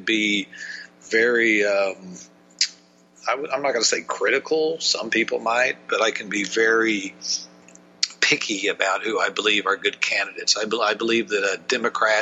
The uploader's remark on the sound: joins us by phone.